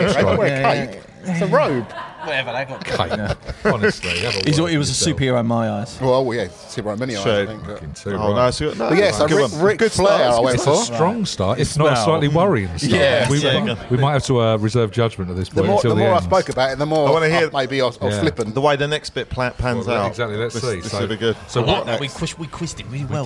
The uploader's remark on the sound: Live at the Crafty Casks. At a local micropub (the Crafty Casks) for part 1 of a live recording. They brought some friends along for the ride!